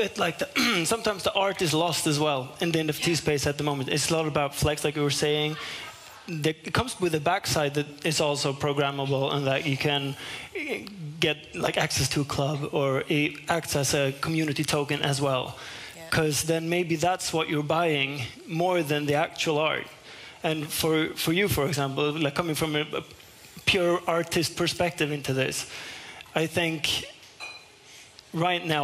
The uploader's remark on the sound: Live at Stockholm Fotografiska